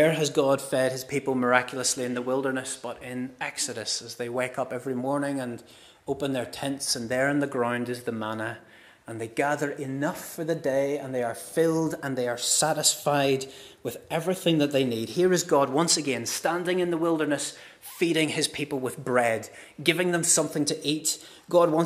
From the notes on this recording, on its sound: This is the recording of the Bible reading and sermon from our harvest morning service on Sunday 1st October 2023.